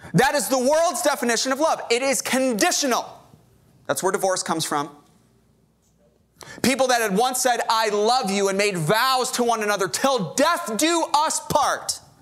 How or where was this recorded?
large echoing room